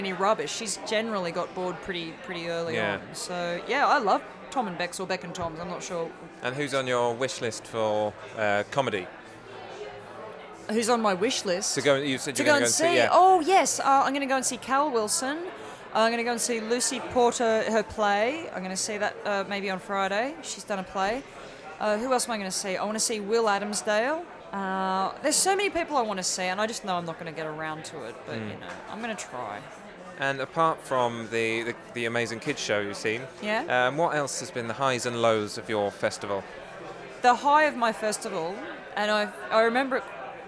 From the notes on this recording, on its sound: in Brooks Bar at the Edinburgh Festival Fringe